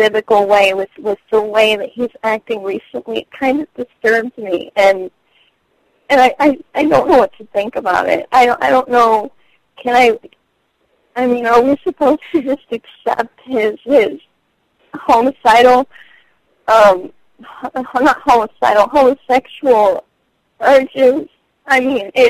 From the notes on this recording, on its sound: Personal Prank Phone Calls Collection